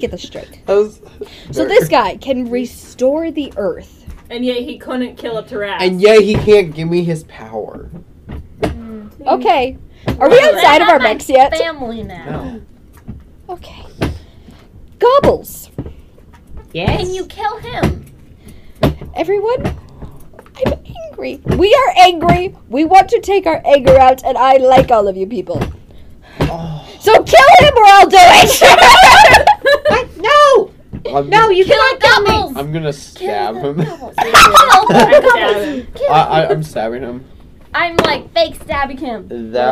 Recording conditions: poor sound quality